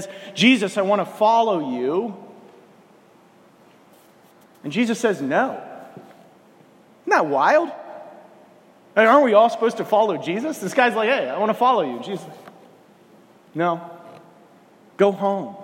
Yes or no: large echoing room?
yes